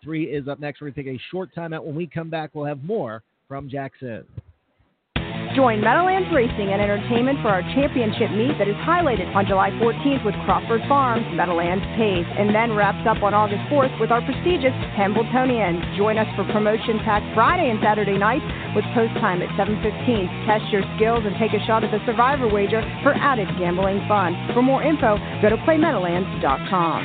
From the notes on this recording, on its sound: Live from Jackson Raceway! Is proud to announce its live remote schedule for Sunday’s (July 8) Jackson, Mich., Fairgrounds event.